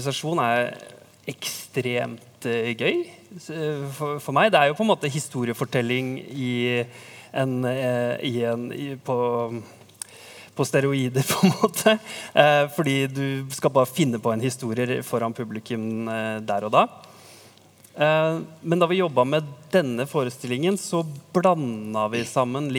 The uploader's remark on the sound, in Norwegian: Opptaket er gjort på Sentralen i Oslo i forbindelse med Lesekioskfestivalen